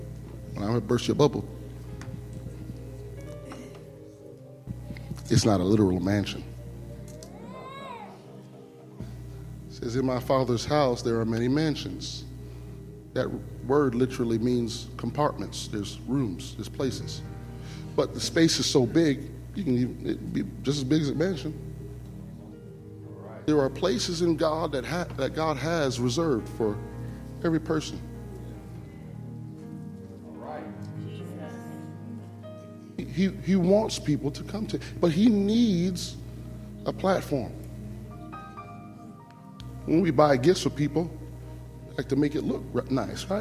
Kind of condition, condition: setting, large echoing room